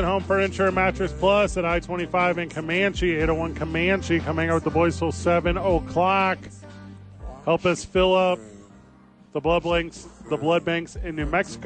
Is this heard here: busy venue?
yes